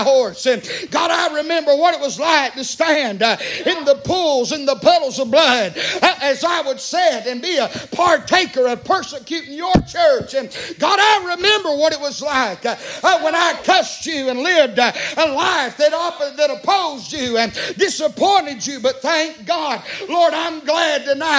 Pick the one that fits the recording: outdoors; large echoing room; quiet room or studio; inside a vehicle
large echoing room